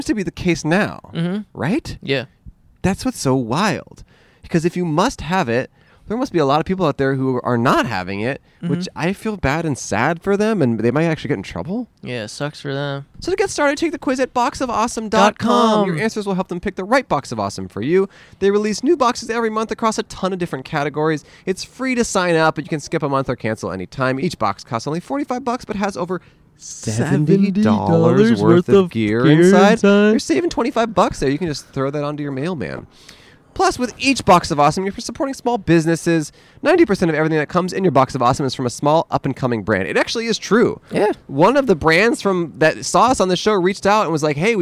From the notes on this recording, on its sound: Recorded on 9/12/21 in Campus Martius Park in Detroit, Michigan.